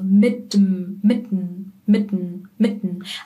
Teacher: Wir berühren mit der Zunge bei mit, mit die Stelle hinter den oberen Schneidezähnen und wir sprechen eher ein D, D, ein stimmhaftes D und kein T, T, kein stimmloses T